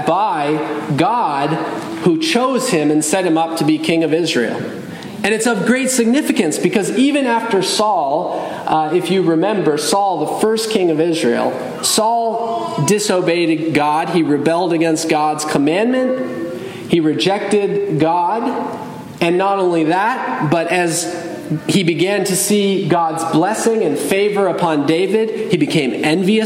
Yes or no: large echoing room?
yes